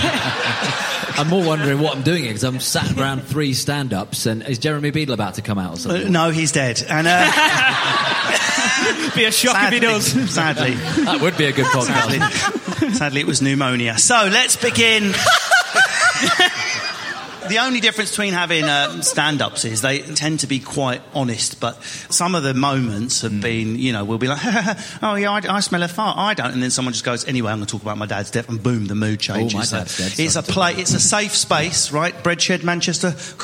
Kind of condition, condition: setting, live audience